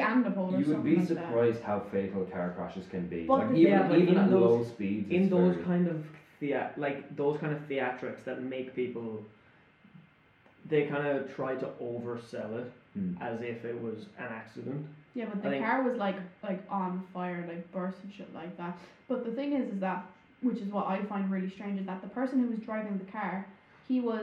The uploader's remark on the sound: Audio quality still a little shit.